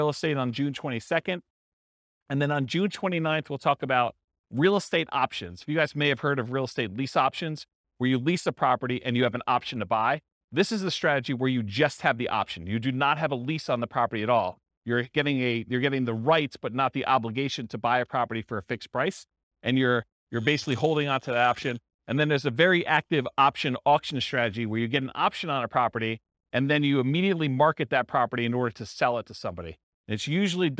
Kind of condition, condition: setting, live audience